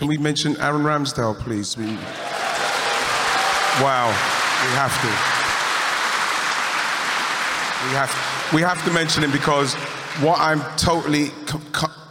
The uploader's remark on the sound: This episode is a recording of the Arseblog & Arsenal Vision Live event from Union Chapel, on Saturday, May 27th.